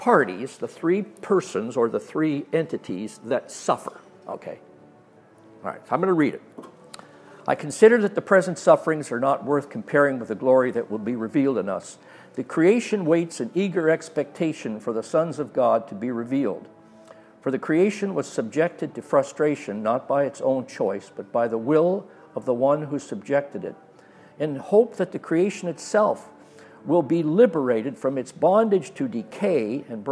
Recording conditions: live audience